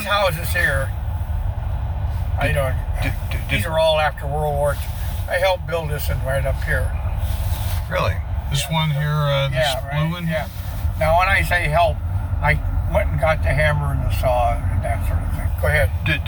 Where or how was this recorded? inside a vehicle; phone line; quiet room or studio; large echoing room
inside a vehicle